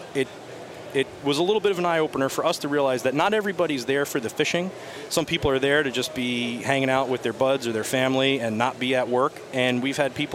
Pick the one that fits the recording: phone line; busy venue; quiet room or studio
busy venue